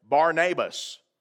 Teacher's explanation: think of it for just a moment, if you would, as Barnabas, with an emphasis on that first syllable, bar.